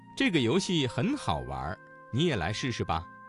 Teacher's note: 这个词当中的完加了一个卷舌音，形成了儿化音